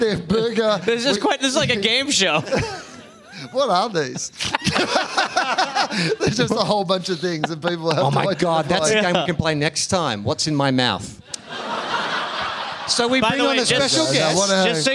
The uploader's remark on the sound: Live in Syd. Recorded at the Sydney Comedy Store.